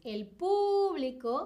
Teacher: Con acento en la primera U · Term: drújula